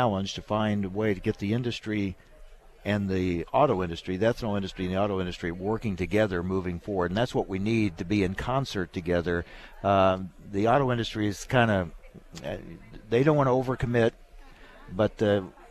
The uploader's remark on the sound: Adams on Agriculture is at the National Ethanol Conference in Orlando.